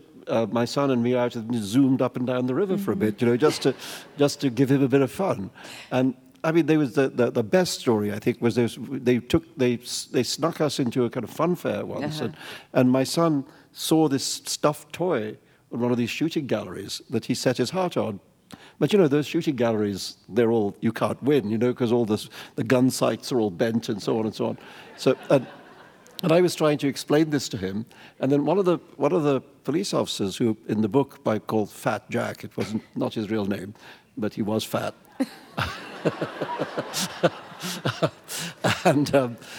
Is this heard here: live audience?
yes